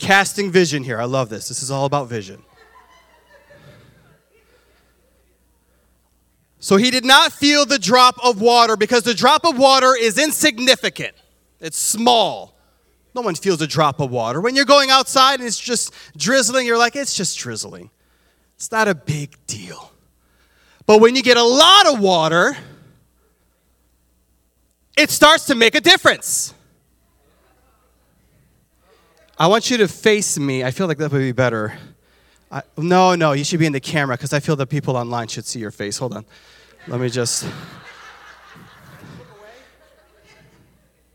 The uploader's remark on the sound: This sermon was recorded live on Sunday, January 15th, 2023, at Newark United Pentecostal Church.